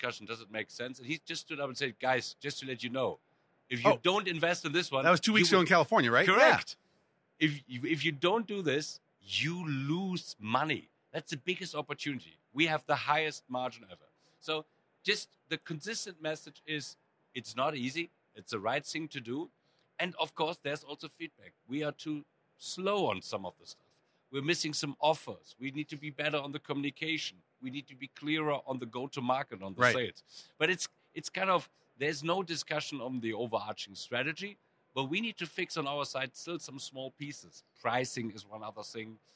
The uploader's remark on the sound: Live at Cisco Live